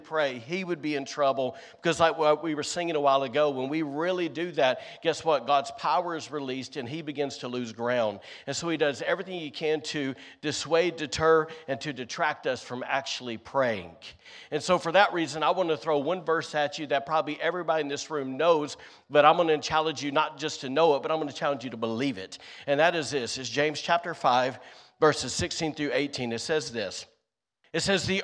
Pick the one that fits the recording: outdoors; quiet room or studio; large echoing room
large echoing room